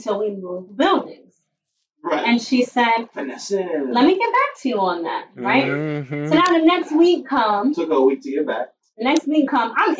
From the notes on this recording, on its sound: Sorry in advance for this week’s audio.